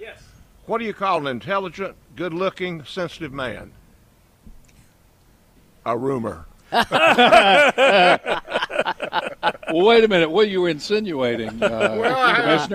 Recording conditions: busy venue